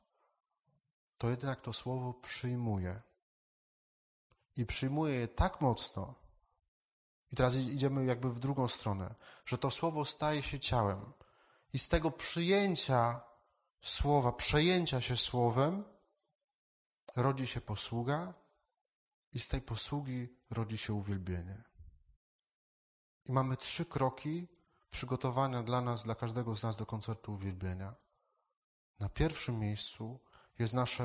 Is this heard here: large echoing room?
yes